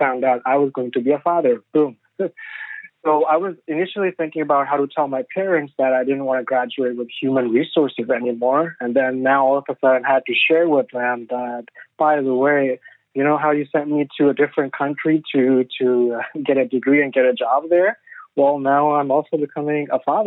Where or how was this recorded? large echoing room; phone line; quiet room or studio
phone line